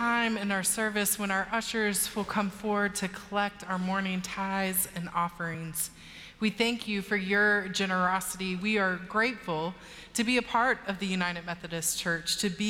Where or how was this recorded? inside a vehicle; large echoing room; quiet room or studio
large echoing room